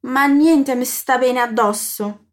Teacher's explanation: Atenção na dupla consoante D e S na palavra addosso. Basta prolongar um pouquinho a vogal que vem antes.